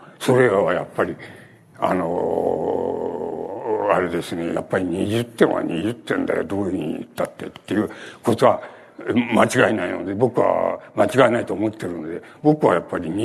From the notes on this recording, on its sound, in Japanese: 主催：ほぼ日刊イトイ新聞 場所：東京国際フォーラム ホールC。ほぼ日刊イトイ新聞 創刊５周年として開かれたイベント 智慧の実を食べよう。音源はライン録音でクリア。